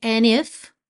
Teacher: ao invés de cantar and if, ele preferiu juntar pelo N